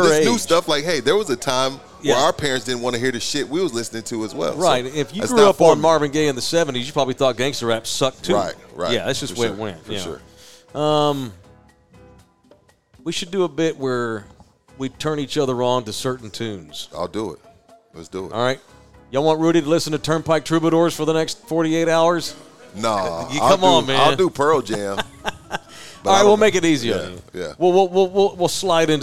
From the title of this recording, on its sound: Live at Texas Cheer Liquor